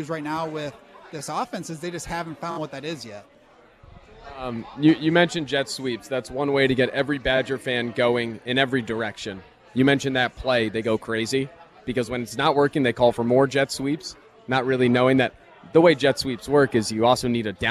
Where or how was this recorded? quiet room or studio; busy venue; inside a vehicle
busy venue